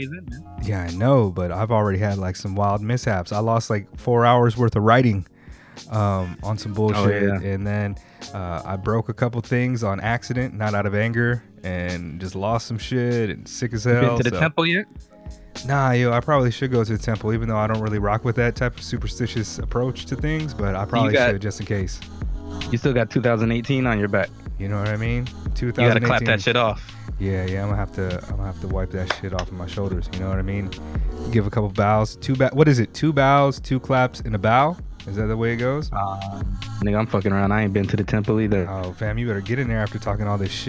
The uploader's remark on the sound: Instead we hopped on the phone a couple days later